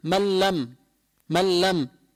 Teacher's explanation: ما عم يطلع غنة من الأنف، هذا اللي بسموه إدغام بلا غنة